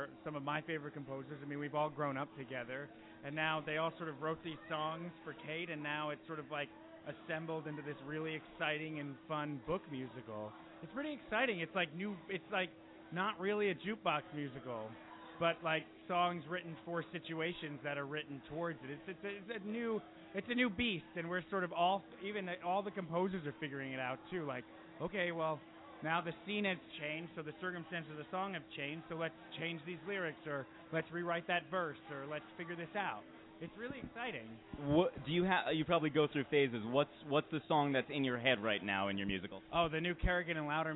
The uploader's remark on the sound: takes the show live at The Watering Hole in New York City